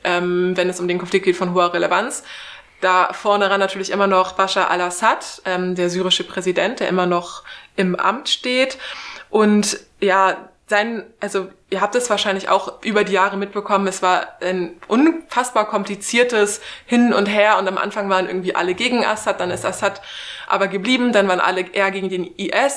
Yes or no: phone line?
no